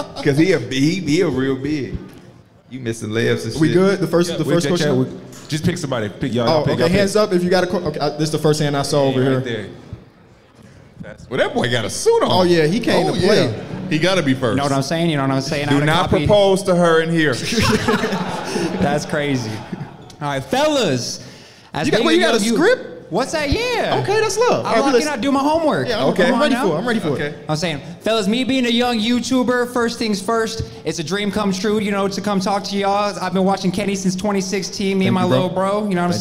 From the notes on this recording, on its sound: We're live from Vegas for NBA Summer League